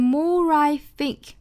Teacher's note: more Ithink，这个 more 和 I 连读，more I，我们能够听到一个小小的 r 的发音和后面的元音连接起来，more I think 好像是 I think 一样，其实就是 more 这个元音，因为是由 o 结尾的，和后面的元音 I 做连读，需要加一个小小的 r 的发音